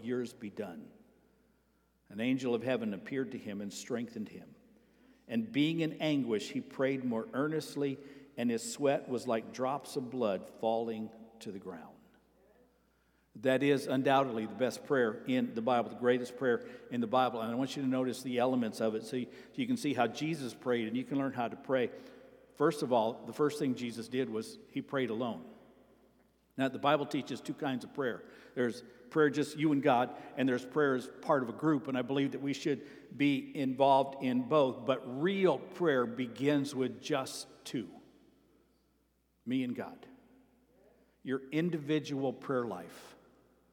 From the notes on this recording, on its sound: Sermon preached at Avondale Baptist Church